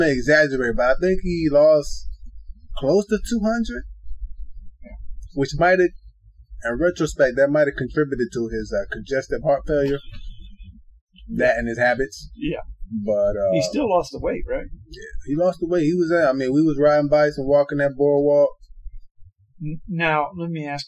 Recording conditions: poor sound quality